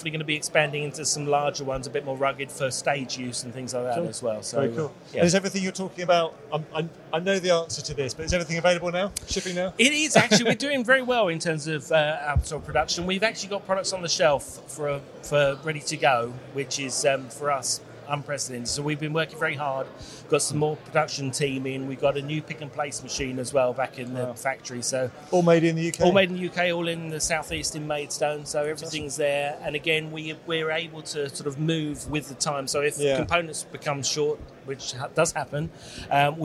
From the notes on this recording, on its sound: At KitPlus Show Manchester 2023. KitPlus Show is a regional one day show with exhibitors, workshops, training and seminar sessions.